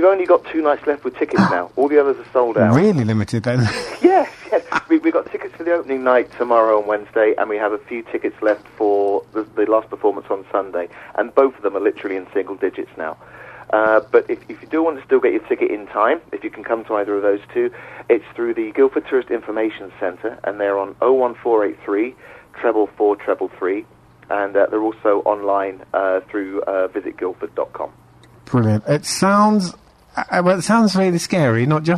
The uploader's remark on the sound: is joined on the phone